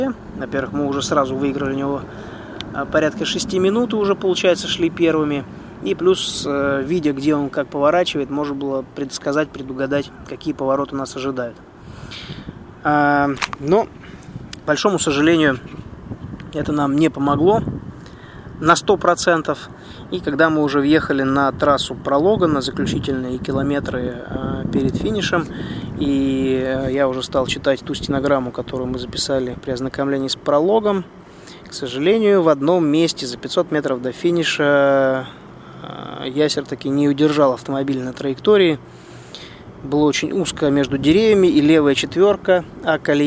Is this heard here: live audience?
no